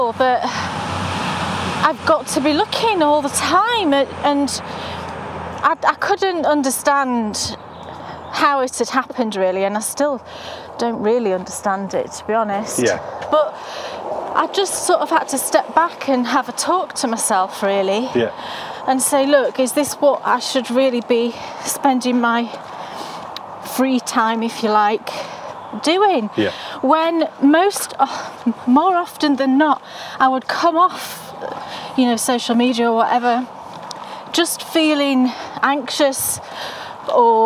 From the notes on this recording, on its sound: you need your walking boots for this one because its time to get a little muddy as we take a walk in the woods